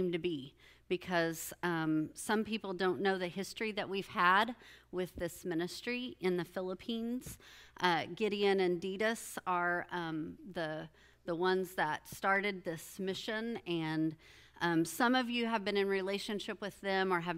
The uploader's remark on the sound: With the body at Grace Church. This episode is a recording of that Sunday morning service.